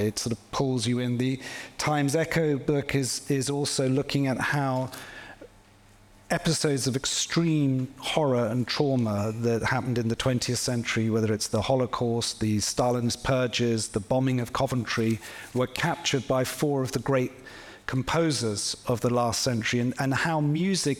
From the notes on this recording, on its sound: The Baillie Gifford Prize live event from Cheltenham Literature Festival.